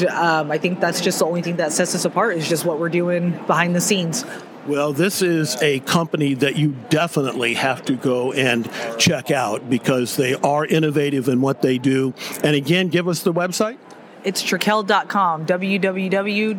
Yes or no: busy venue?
yes